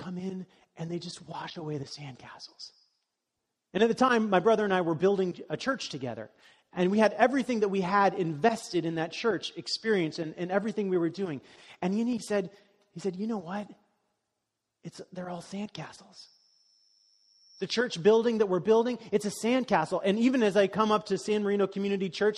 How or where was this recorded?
large echoing room